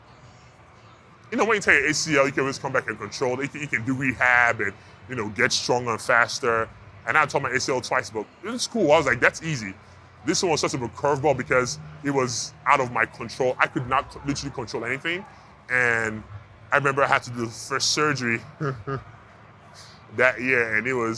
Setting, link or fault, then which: setting, busy venue